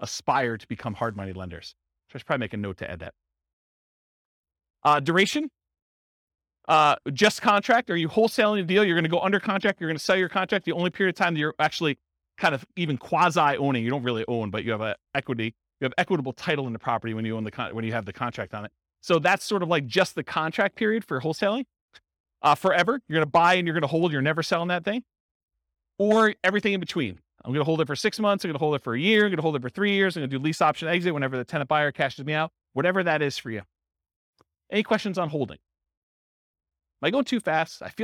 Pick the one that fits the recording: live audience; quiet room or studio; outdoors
live audience